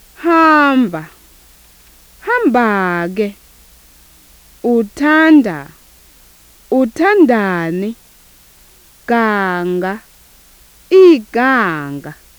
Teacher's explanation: The penultimate accent changes with added enclitic articles or suffixes.